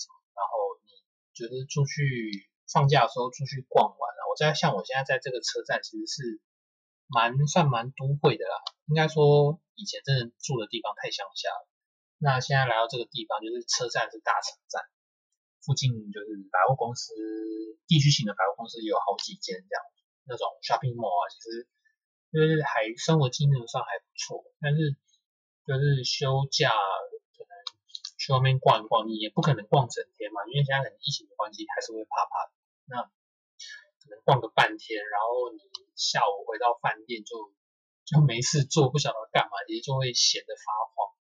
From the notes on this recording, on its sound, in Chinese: 這集在飯店錄音的關係，。2021年第一集的收音不太好請大家見諒。